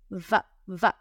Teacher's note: Porque estás usando el labio de abajo y estás usando los dientes. Estás poniendo los dientes de arriba en el labio de abajo. · Term: labio dental